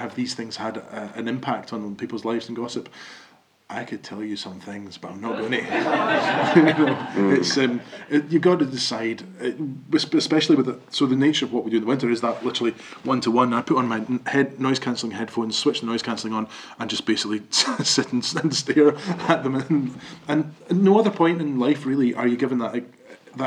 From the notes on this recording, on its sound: Live at An Tobar. The conversation you’re about to hear took place in An Tobar, Tobermory on the 4th of October 2023 in front of a live audience.